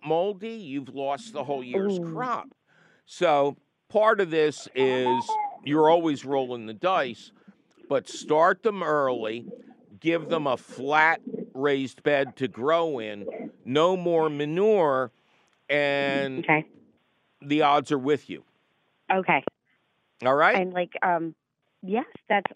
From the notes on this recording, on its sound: your fabulous phone calls!